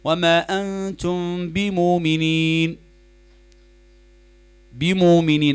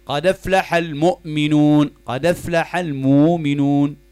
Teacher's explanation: بدلت الهمزة راحت أصبحت واو. هذا إبدال، وإبدال الهمزة طبعا من جنس حركتها، قد تبدل واوا كما في الأمثلة التي سقتها، أو ياء، أو ألفا إذا كانت كسرة تروح للياء.